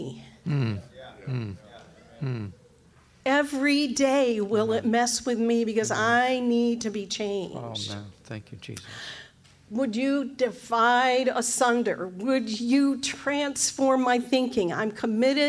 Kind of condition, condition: setting, live audience